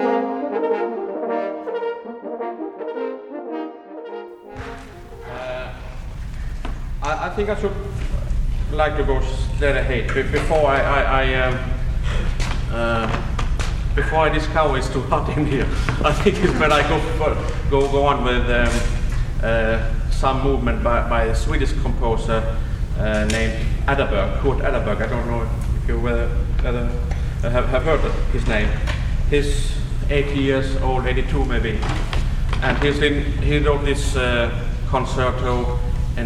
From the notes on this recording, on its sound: The first is from a lecture recital at the 1970 IHS Workshop in Tallahassee, Florida, USA, and the second is from a presentation at the 1972 IHS Workshop in Bloomington, Indiana, USA.